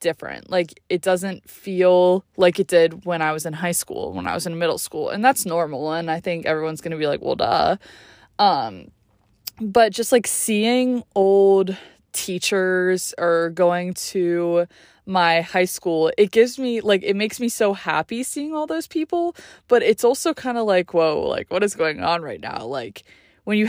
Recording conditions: inside a vehicle